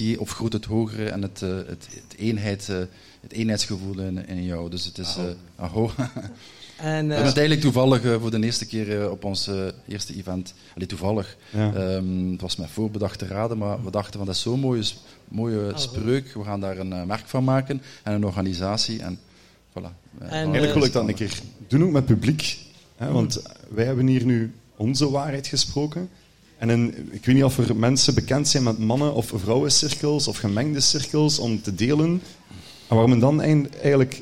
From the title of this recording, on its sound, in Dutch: live op TimTom Festival'23